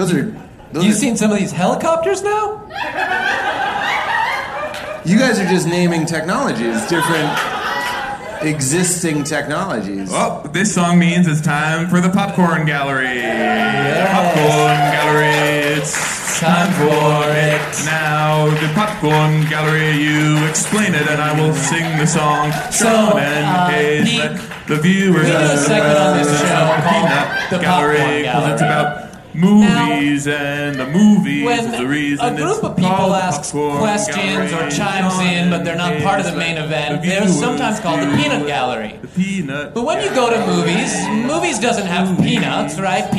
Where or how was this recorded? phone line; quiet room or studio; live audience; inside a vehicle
live audience